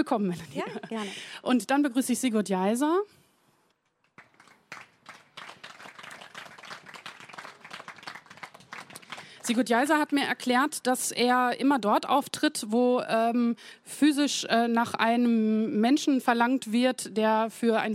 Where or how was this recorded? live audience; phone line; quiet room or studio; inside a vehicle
live audience